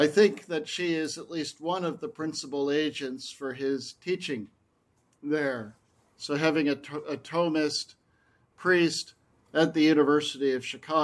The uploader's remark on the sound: This lecture was given on June 2, 2023, at the 12th Annual Aquinas Philosophy Workshop at Mount Saint Mary College in Newburgh, NY